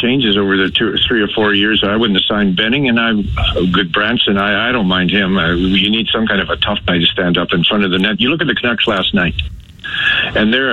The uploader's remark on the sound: they open up the phone lines